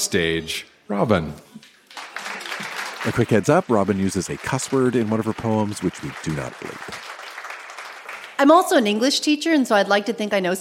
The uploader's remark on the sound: Recorded live at the Black Knight in Yellowknife.